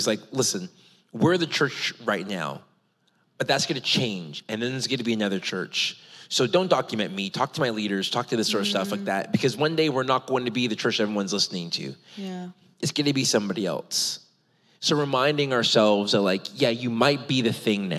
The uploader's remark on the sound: a special LIVE recording of There Must Be More